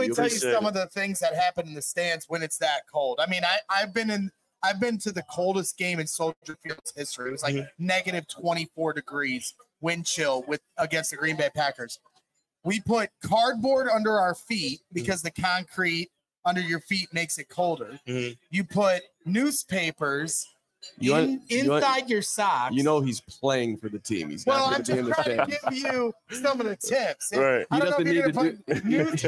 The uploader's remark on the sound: LIVE from Wings and Rings